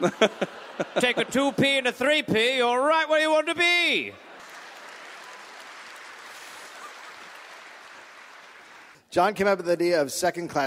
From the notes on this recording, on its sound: Recorded live at Hamer Hall in Melbourne.